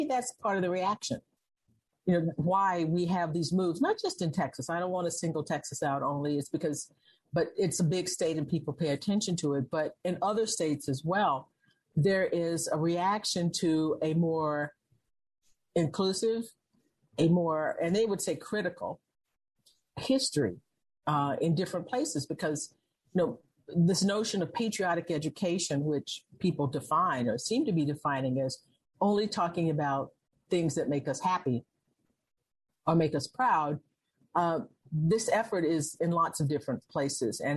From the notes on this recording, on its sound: This program was recorded via video conference on June 9th, 2021 by the Commonwealth Club of California.